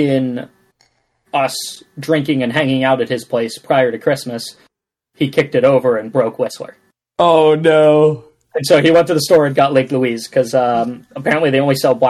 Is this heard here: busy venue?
no